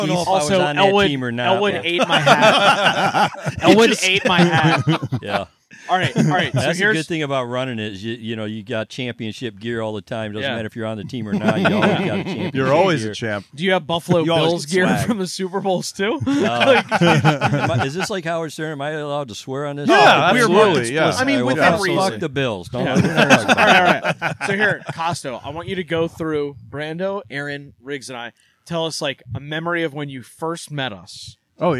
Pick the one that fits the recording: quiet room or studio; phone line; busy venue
busy venue